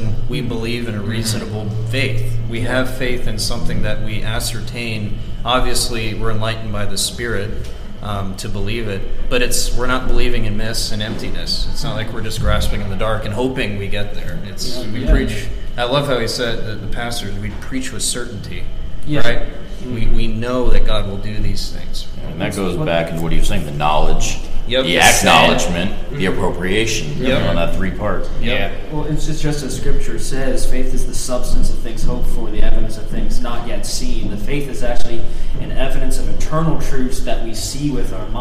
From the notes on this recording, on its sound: This is an off the cuff episode on location at the 2021 Keach Conference in Gloucester, VA. This audio is from a video we did on the Keach Conference.